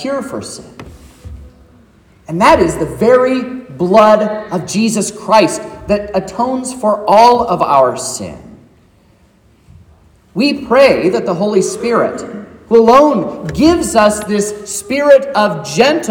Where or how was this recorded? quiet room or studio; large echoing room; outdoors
large echoing room